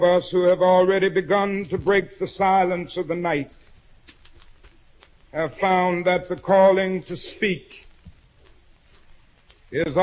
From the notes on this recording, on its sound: speech at Ebenezer Baptist Church in Atlanta, Georgia